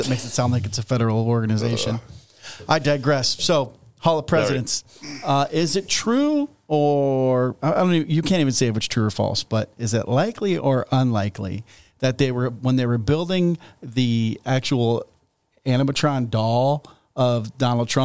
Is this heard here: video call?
no